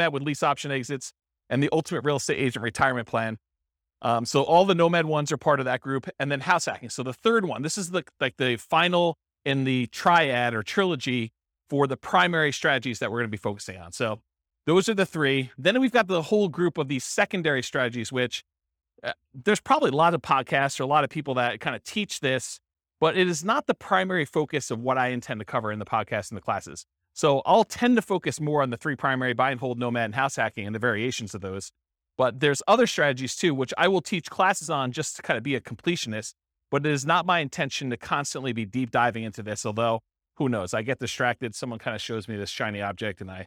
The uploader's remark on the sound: This was a live class recorded.